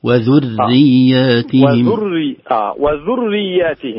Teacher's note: الراء موجودة في ذرياتهم نعم مشددة بالكسر فمرققة